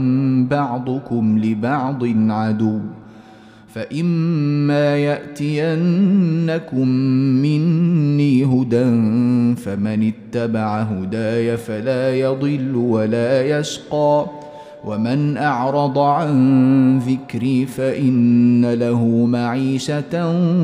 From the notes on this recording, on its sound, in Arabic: مسجل من صلاة التراويح بمسجد السلام بحي مشرفة بجدة.